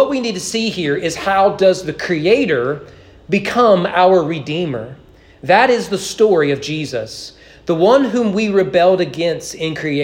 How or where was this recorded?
large echoing room